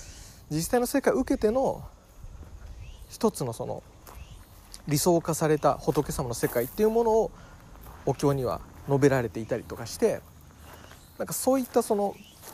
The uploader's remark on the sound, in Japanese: 境内おさんぽトーク。境内を歩きながらお話いたします。